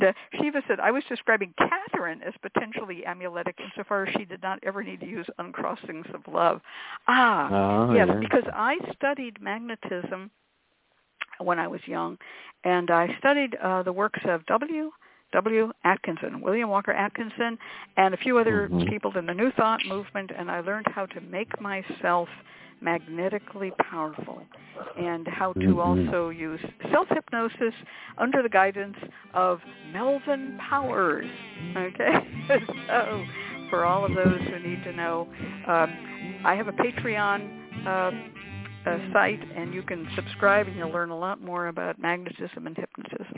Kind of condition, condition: link, phone line